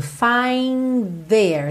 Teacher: Do find pro there, você já junta tudo. Find there. Você nem chega a fazer o D do find.